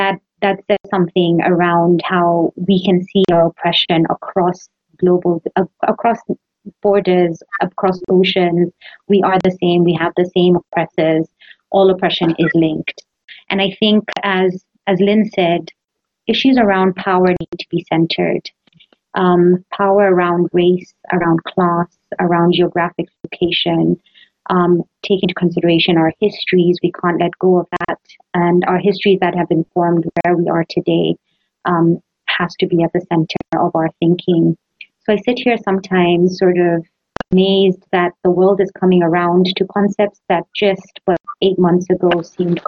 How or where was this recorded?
video call